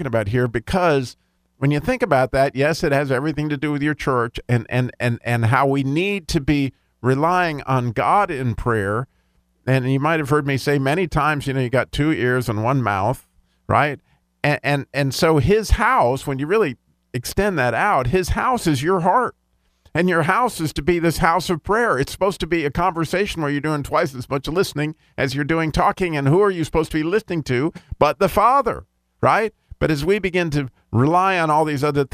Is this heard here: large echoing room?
no